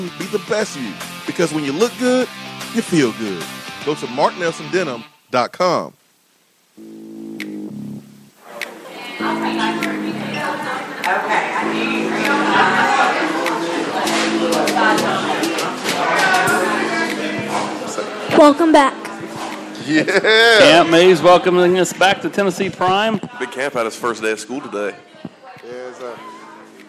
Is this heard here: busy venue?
yes